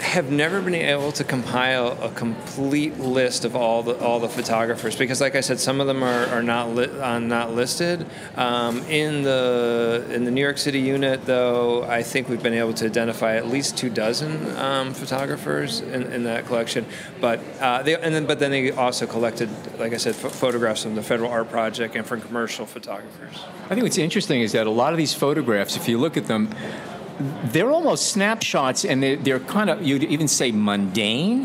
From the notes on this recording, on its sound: Under starry skies, we took our recorders and headphones to a collection of shipping containers in Brooklyn, known as Photoville 2018. Under starry skies, we took our recorders and headphones to a collection of shipping containers in Brooklyn, known as Photoville 2018.